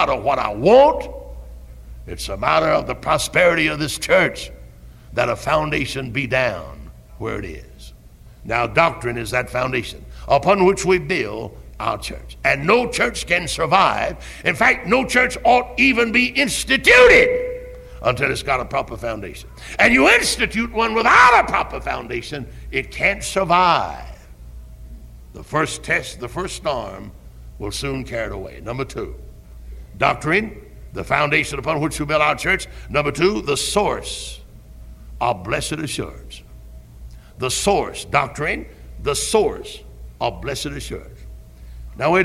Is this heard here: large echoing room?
yes